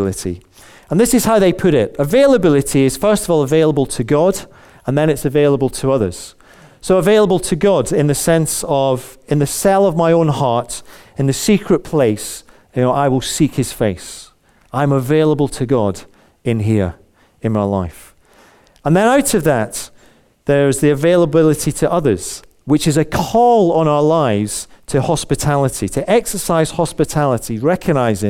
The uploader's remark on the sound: Recorded on 17th January at our Moseley gathering